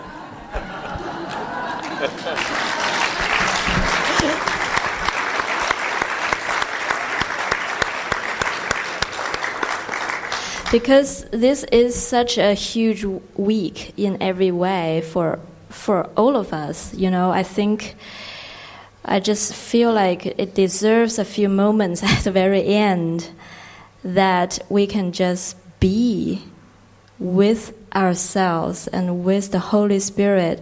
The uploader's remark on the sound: This session was recorded during the Into the Kingdom retreat in the morning of October 13, 2019, at the Castle De Berckt in Holland.